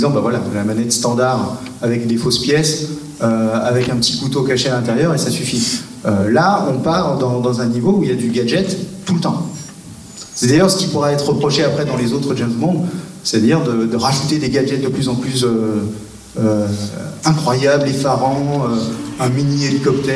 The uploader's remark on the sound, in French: pendant la séance spéciale enregistrée au mois de Janvier à L'Alliage Olivet : retrouvez-les en échange avec le public